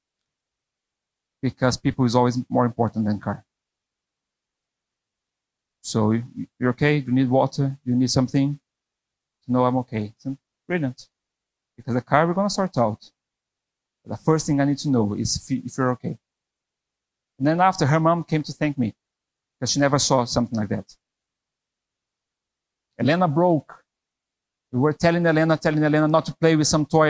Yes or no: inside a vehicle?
no